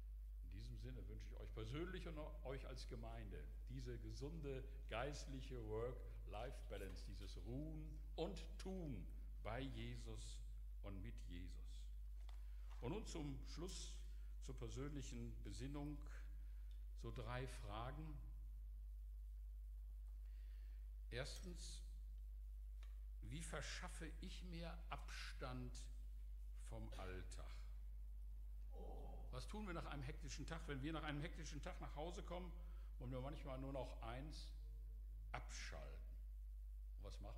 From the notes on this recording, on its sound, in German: Aufzeichnung der Predigt des Gottesdienstes